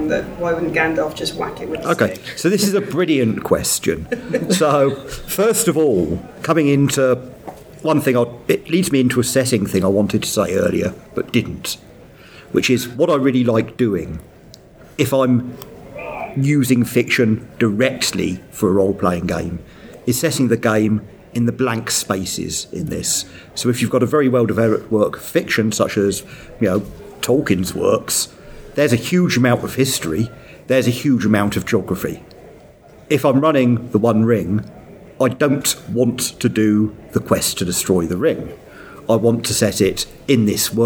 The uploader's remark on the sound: Fictoplasm at Dragonmeet. At the Dragonmeet panel. Dragonmeet, London.